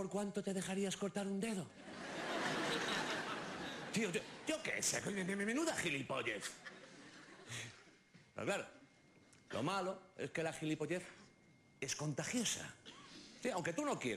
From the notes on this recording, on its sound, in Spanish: Que se graba en un teatro. Se ha grabado en distintos teatros, como el Teatro Alcázar de Madrid o el Teatro Victoria de Barcelona.